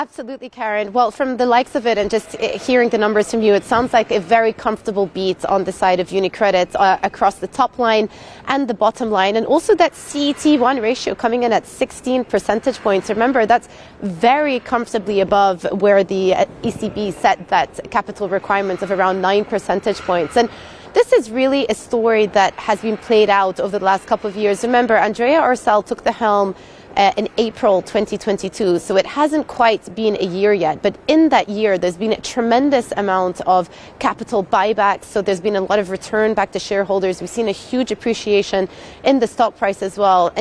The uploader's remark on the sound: we are live at the annual Baker Hughes meeting in Florence.